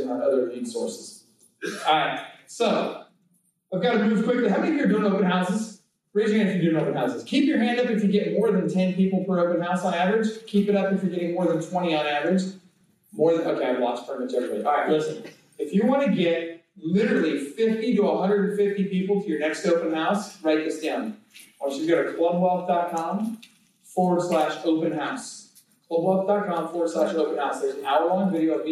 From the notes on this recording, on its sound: presents at the Xplode Conference